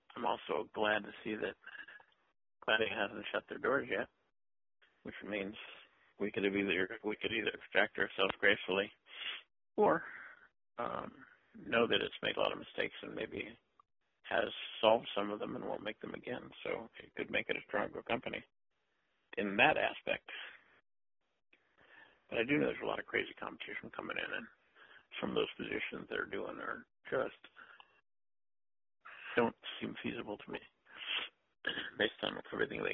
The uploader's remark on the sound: Conference call